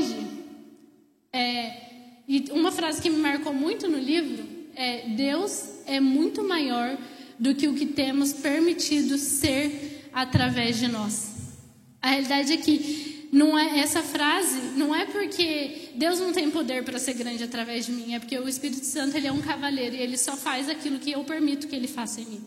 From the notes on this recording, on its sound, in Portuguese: Ministrada ao vivo na Primeira Igreja Evangélica Missionária